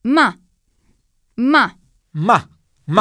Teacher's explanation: L'ultimo tono, il quarto, per noi è il più facile perché è simile all'accento italiano. Ha una durata molto breve, è secco e corto e suona così.